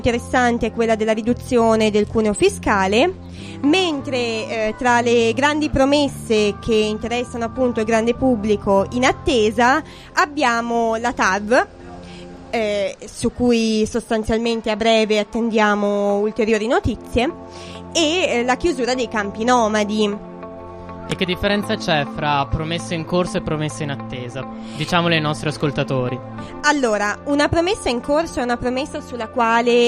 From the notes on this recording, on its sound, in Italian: dalla postazione di Sanbaradio al Festival dell'Economia di Trento